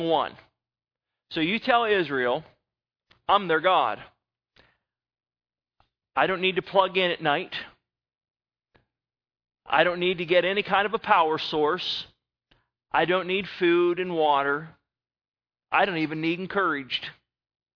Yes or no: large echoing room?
yes